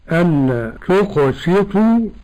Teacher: القلقلة في القاف إلى جهة الفتح